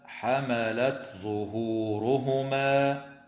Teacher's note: ويراعى إظهار التاء الساكنة عند الظاء في قوله تعالى حملت ظهورهما في رواية حفص